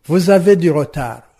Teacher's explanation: Entre vous et avez, il y a apparition d'une syllabe za. Vous avez du retard, liaison qui est liée à la présence de la consonne s et de la voyelle a. · Term: liaison obligatoire